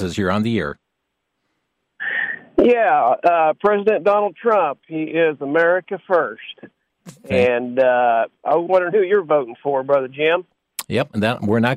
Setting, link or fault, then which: link, phone line